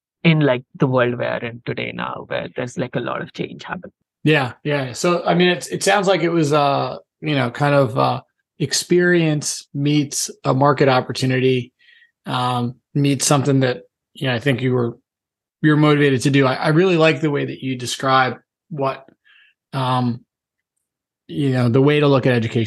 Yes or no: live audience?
no